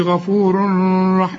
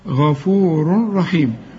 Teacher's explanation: لما تلاقي تنوين وبعد راء ما تغنش غفور رحيم · Shown in: second take